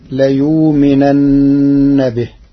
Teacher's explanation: قرأ ورش كلمة ليؤمنن بإبدال الهمزة واوا ساكنة تخفيفا فتصير ليؤمنن به.